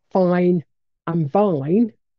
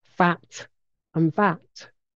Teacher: So very recognisable lip shape in the top teeth touch the bottom lip. But again, fine and vine will look exactly alike.